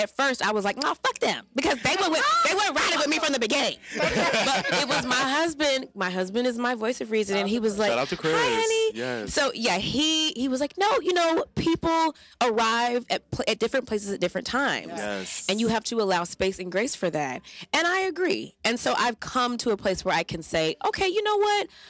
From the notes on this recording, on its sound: Recorded during Philly Pride 2023